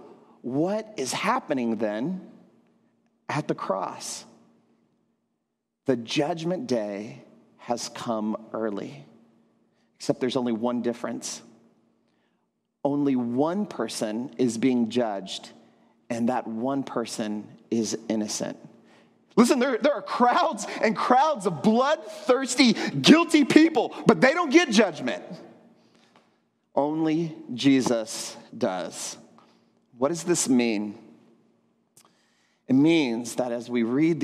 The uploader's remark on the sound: at Trinity Church, Puerto Rico.